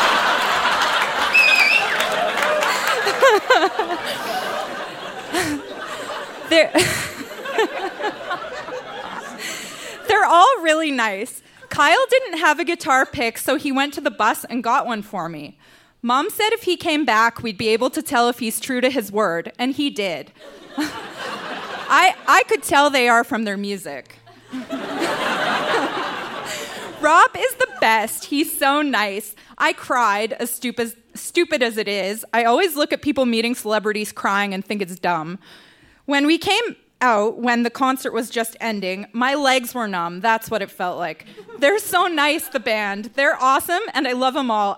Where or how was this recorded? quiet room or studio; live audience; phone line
live audience